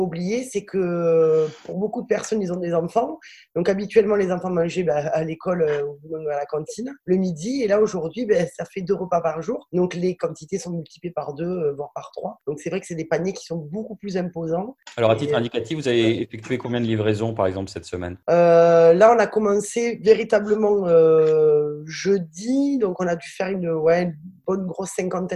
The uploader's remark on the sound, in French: c’est une équipe au grand complet qui s’est faite belle pour sa séance quotidienne de visioconférence.